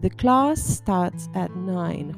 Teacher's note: Juntamos class and starts, evitando calzar la E entre medias